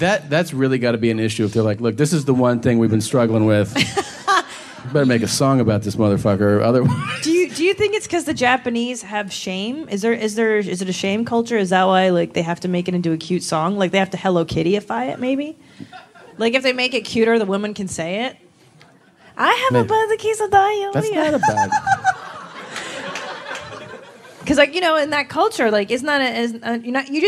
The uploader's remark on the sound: It's LIVE from San Francisco (Man Frandisco).